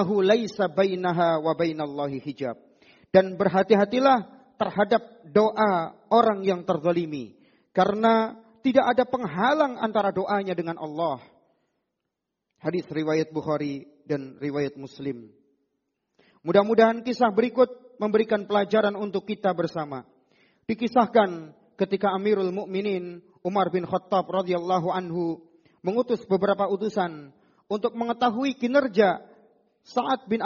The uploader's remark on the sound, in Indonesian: Rekaman Audio Khutbah Jum'at. Di masjid Mu'adz bin Jabal.